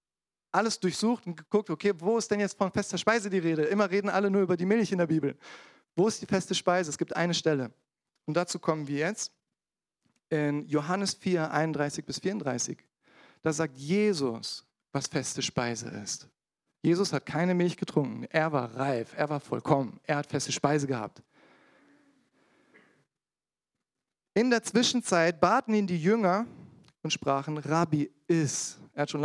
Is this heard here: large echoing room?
yes